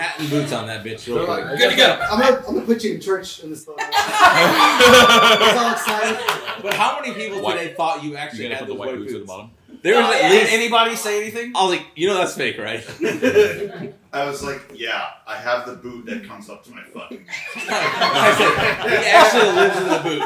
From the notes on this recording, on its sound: LIVE IN THE LOU. This week, we are LIVE IN ST LOUIS!!!! We are all in town and met up for an in person podcast! You hear a room of drunkards laugh at our dumb jokes!!!